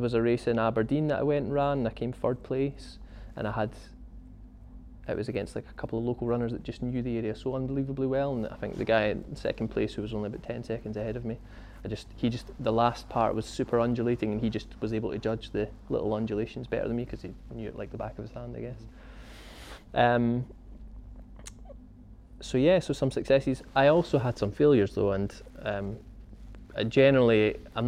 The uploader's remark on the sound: whilst we were at Fort William Mountain Festival